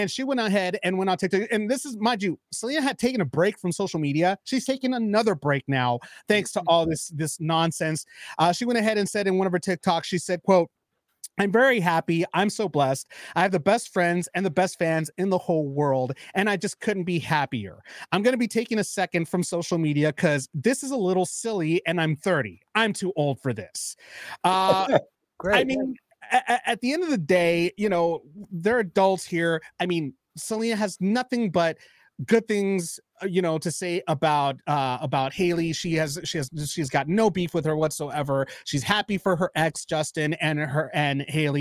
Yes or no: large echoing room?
no